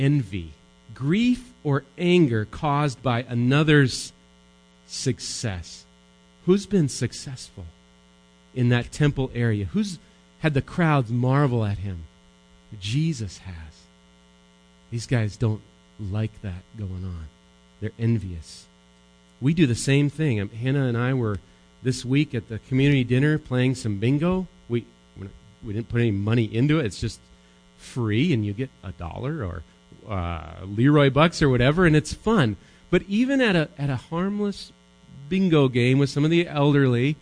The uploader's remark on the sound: Recorded live at Bethany Bible Church.